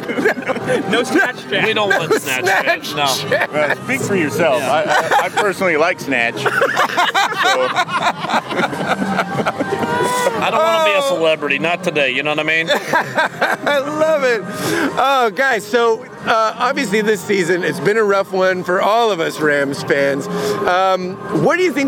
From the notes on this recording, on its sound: The Rams were home in their season finale so that means the guys were on the South Lawn before the game to record the show from the tailgate!